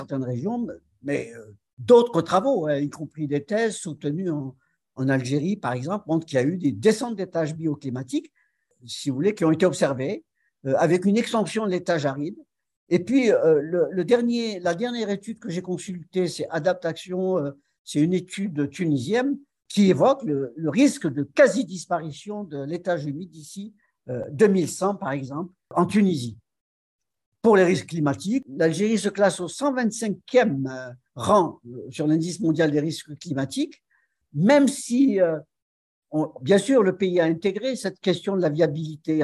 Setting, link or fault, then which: link, video call